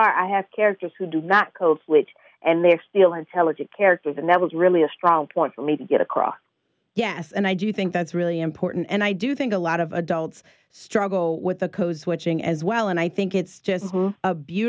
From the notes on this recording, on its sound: Via phone line.